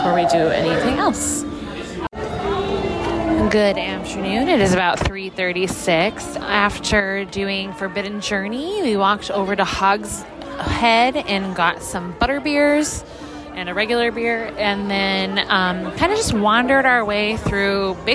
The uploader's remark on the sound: Live From The Parks: Universal Orlando. Live from the parks at the Universal Orlando Resort.